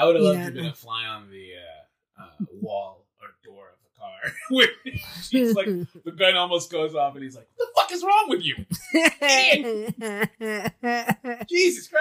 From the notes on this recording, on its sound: Apologies for the audio on this one, we're re-learning how to be in the same room as other humans again.